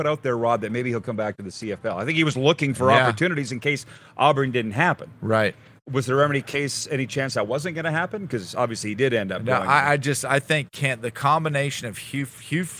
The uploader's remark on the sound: LIVE from the Boca Raton Bowl in Florida!